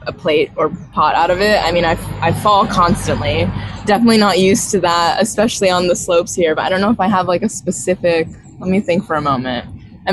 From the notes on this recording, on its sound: A cafe in Costa Rica, where everything sold is grown in the local area… right on the beach… Please excuse the background noise in this episode. Recording from the cafe in it’s beautiful surroundings.